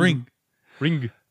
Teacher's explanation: So the American trailer for Ringu pronounces the word as Ringu, but in fact, Japanese words must end with either a vowel or an N. So the U should be pronounced as a softly vocalized schwa · in Japanese, you don't really pronounce the U's